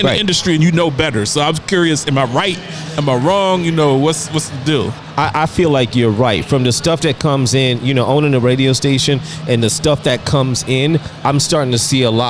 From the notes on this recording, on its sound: Live fro Dave & Buster's.